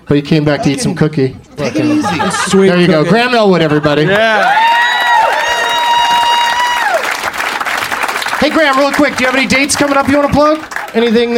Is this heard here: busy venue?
yes